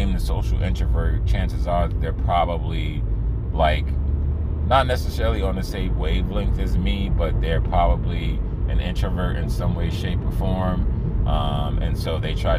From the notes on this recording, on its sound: I recorded this in my car so please disregard any annoying background noise.